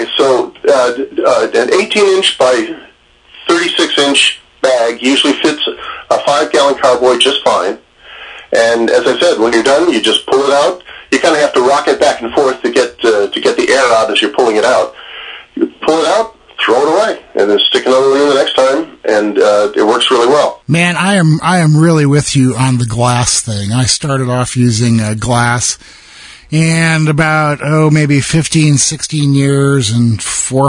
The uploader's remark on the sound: hit the phones